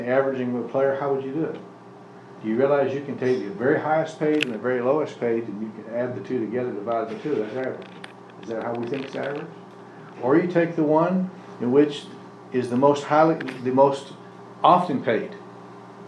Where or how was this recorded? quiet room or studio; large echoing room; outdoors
large echoing room